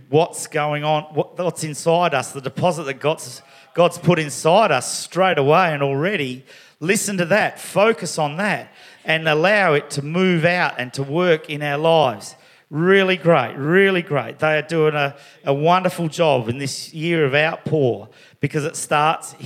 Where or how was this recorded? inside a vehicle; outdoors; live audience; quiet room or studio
live audience